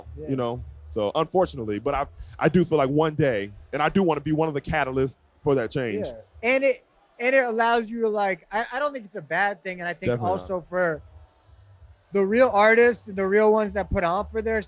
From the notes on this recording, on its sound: Live from Digilogue Day, this is part two of our marathon live interviews as a part of Digilogue Day’s Music Discovery Media Hub.